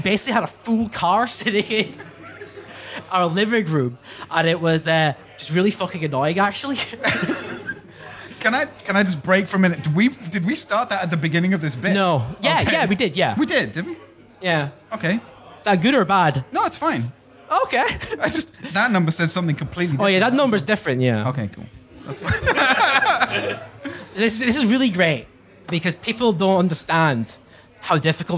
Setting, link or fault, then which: setting, live audience